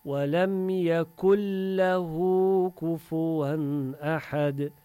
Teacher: Nun sakinədən sonra ləm hərfi gəldiysə, nun sakinəni idğam edərik ləm hərfinə, girdirik içinə özünü, iki hərfdir, bir tək hərf olur.